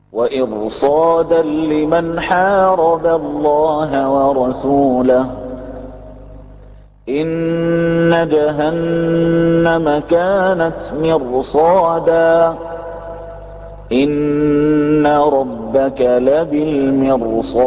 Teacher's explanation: الكلمات التي جاءت فيها الراء ساكنة وقبلها مكسور ولكن امتنع ترقيقها لوجود حرف الاستعلاء بعدها